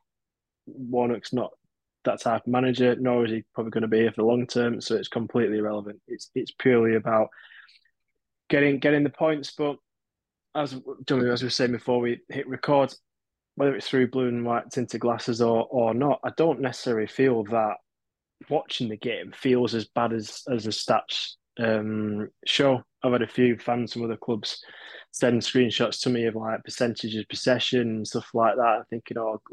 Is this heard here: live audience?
no